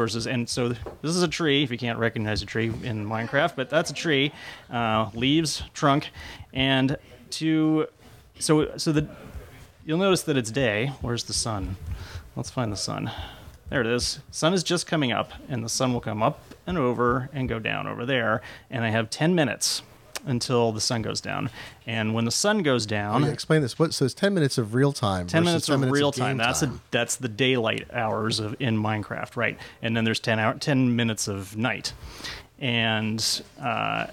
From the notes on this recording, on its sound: Live from Ada's Technical Books and Café in Seattle. With ample help from an audience of avid kid players.